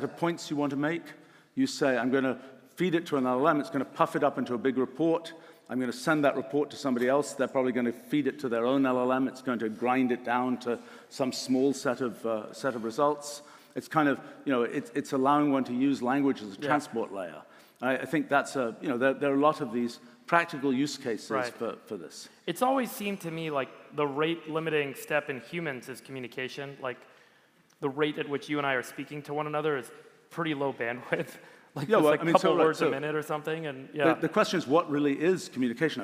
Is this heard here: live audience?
yes